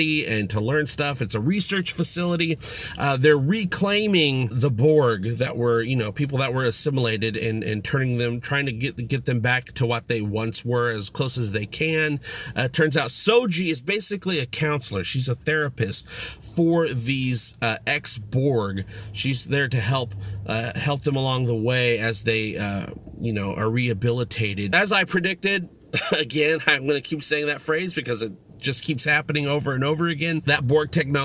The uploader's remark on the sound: Review From My Car. Blue Yeti Mic.